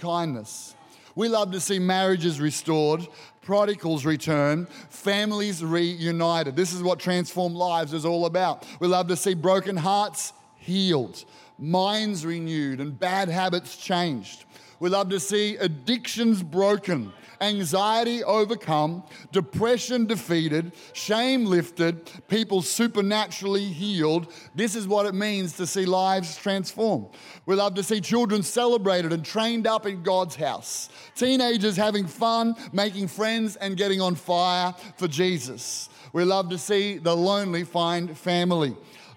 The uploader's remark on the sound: Recorded during our 9am service on Sunday, the 4th of June 2023